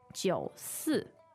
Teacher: And then the SH for 是 becomes just an SI, 四. 四. But the tone is the same.